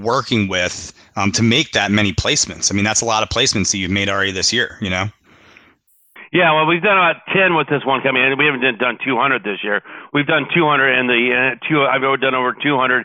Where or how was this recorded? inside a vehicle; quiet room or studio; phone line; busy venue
phone line